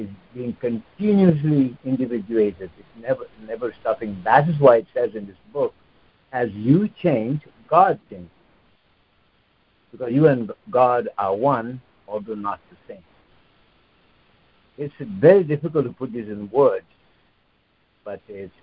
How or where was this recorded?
phone line